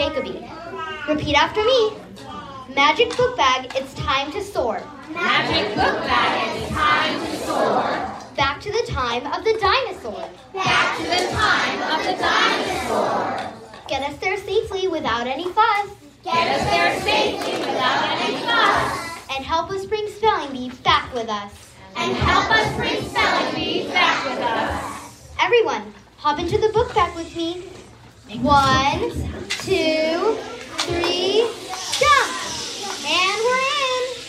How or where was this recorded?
live audience